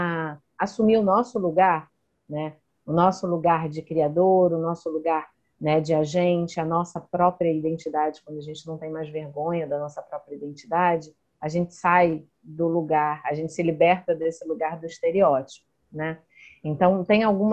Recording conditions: video call